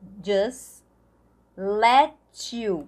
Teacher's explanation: a gente vai omitir o som do T